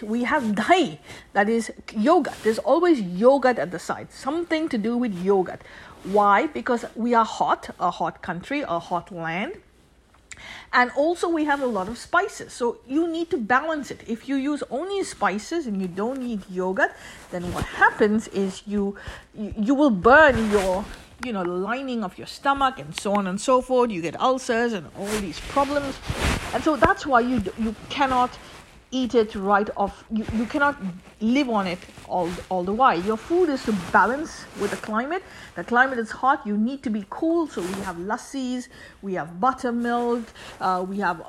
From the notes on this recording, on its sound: Sorry for the back ground noise. I was lying down on my sofa and by turning and twitching on the sofa as I as feeing cold, the material kept making noise. I was too tired to re-record and so I have send this through.